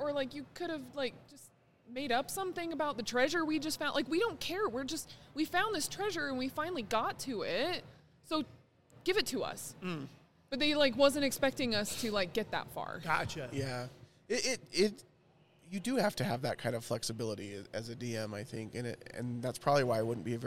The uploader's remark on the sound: Record live from the Megaplex Theaters at Jordan Commons during the premiere of Dungeons and Dragons!